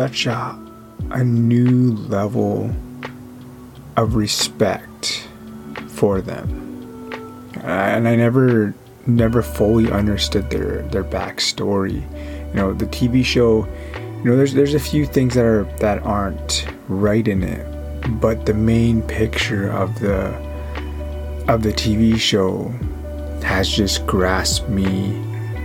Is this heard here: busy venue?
no